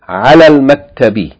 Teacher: the long vowel in ala is going to be shortened because of it being followed by a letter with sukun, lam with sukun.